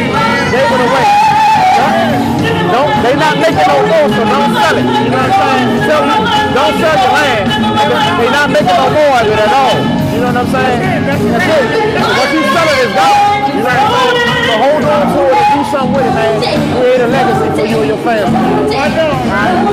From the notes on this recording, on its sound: We were LIVE at the Taste of Black Spirits Event at the Garden Theater in Detroit